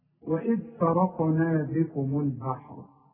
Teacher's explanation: الفيه مرقق لكن الراء مفخمة والقاف مفخمة والنون مرقق